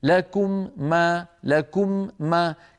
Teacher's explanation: أطبقتهما مرتين، المرة الأولى عن الميم الأولى والمرة الثانية عن الميم الثانية، لكم ما، فكررت العمل مرتين من المكان نفسه.